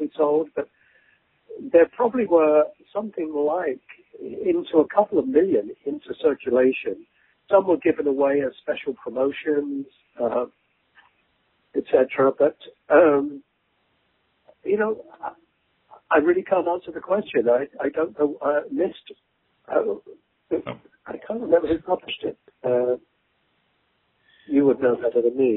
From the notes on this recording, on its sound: The interview was conducted over the phone